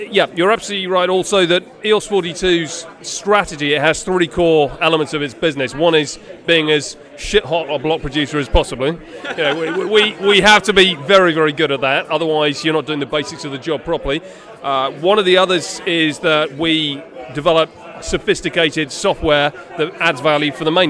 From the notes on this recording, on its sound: In today's episode comes to you live from SVK Crypto's biggest event to date